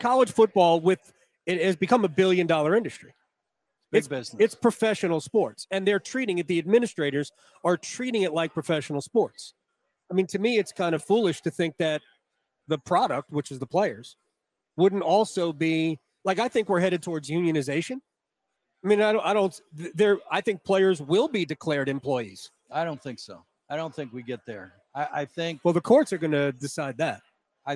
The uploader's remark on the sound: Live in Charlotte for day one of the 2023 ACC Kickoff.